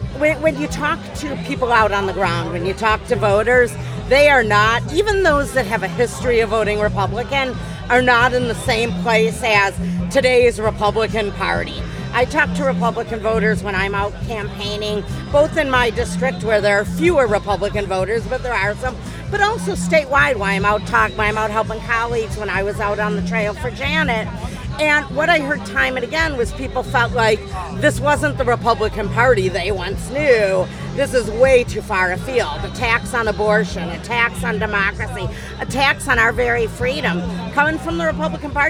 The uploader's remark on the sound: Live from LaborFest 2023